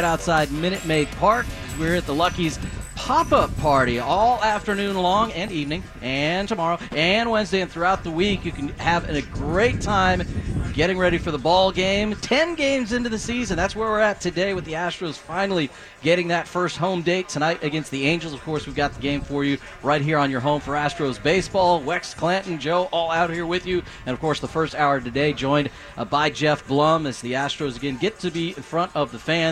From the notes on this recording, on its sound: live from Lucky's for the Astros home opener!